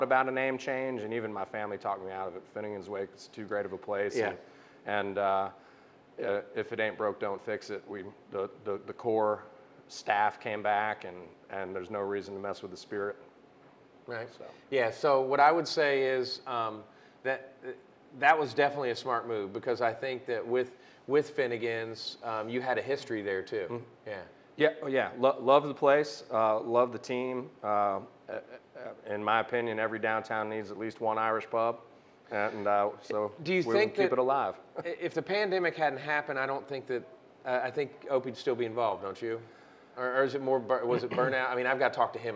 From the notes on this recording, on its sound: on location at Hoots Roller Bar and Beer Co.